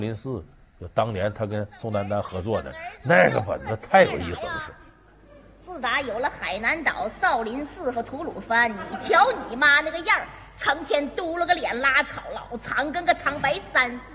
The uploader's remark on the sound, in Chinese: 還有聽故事的觀眾